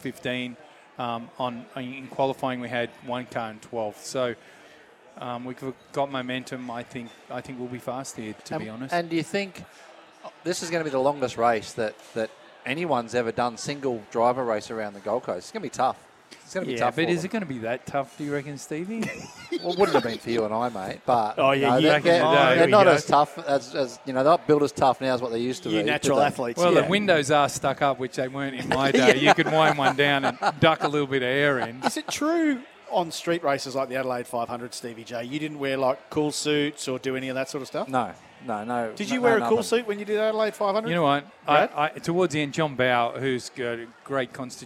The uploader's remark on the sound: we broadcasted the show live from The Star on the Gold Coast